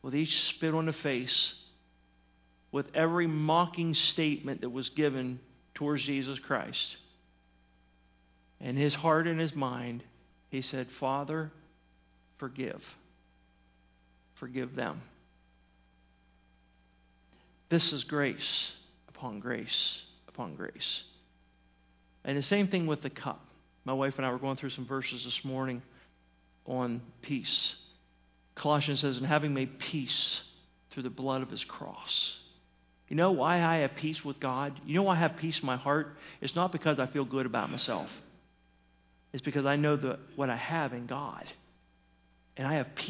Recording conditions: large echoing room